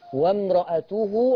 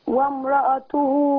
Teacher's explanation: ما تقولش وامرأته وتمد كتير. وامرأته حركتين بس. · Shown in: second take